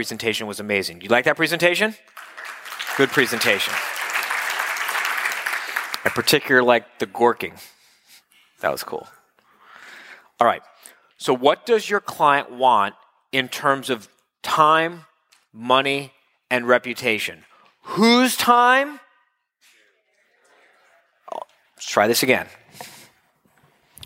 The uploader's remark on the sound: October 2015 Live Quarterly Meeting in Miami